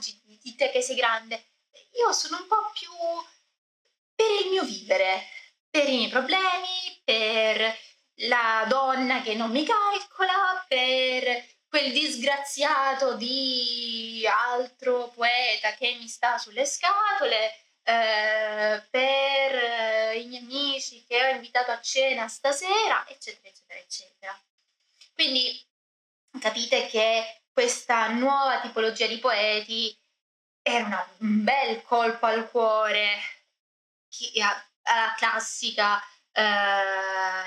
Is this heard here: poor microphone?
yes